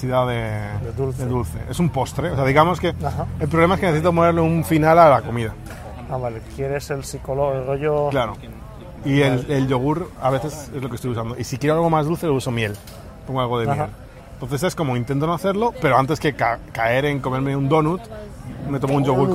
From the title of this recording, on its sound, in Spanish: Desde el Starbucks